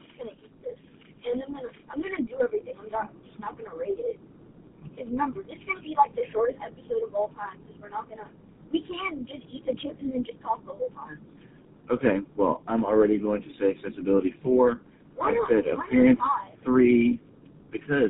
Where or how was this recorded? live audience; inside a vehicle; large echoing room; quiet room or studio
inside a vehicle